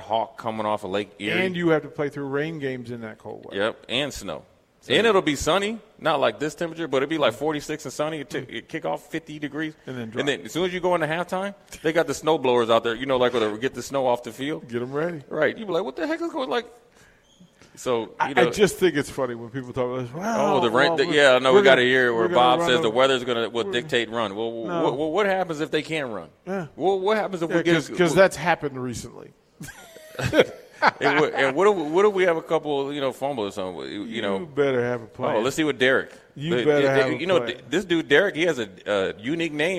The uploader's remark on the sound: LIVE from Mary Ellen's